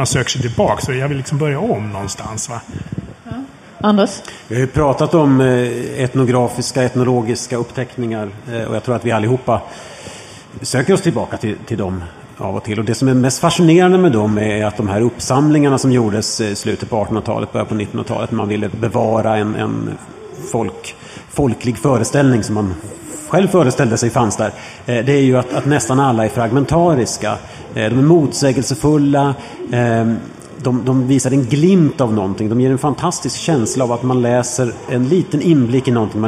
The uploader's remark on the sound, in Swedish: spelar in ett specialavsnitt inför publik